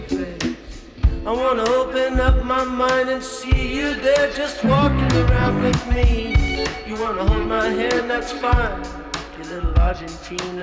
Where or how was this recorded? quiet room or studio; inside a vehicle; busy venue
busy venue